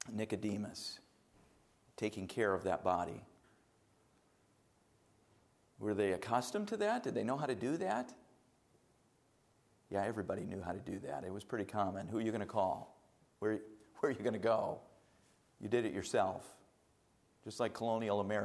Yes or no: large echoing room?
yes